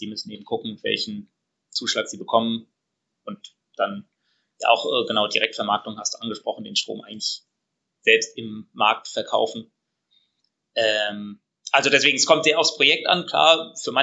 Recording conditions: video call